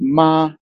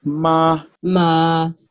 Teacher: So ma, that's called first tone. First tone is like high and flat and singing.